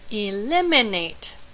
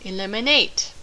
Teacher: the four-syllable word eliminate has stress on the second syllable · Shown in: first take